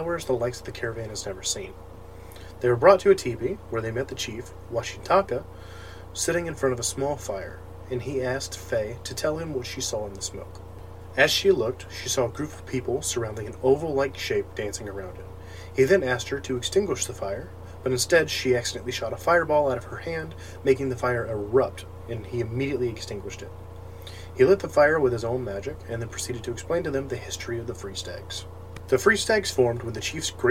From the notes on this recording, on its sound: I am very sorry about the background noise, my PC fans are very loud and I am working towards a replacement/better mic.